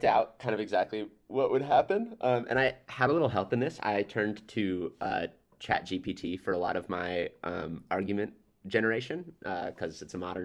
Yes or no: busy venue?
no